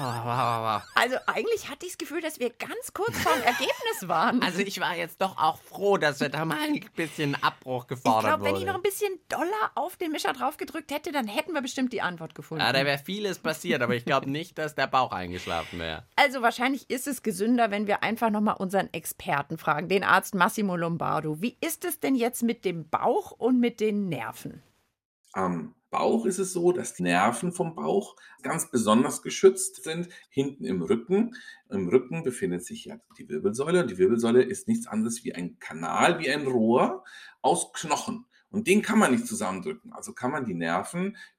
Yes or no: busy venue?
no